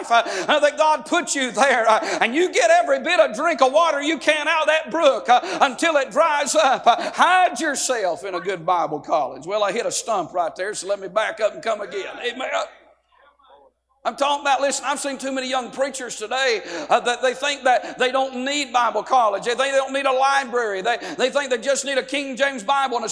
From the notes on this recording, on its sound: A sermon preached Monday Morning during our Spring Jubilee, on March 27, 2023.